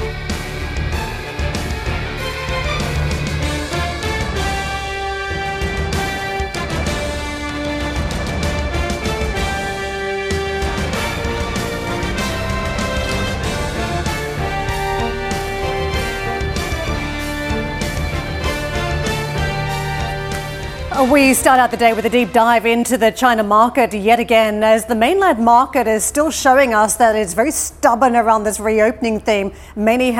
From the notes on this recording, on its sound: We are live in Vienna for the Opec Seminar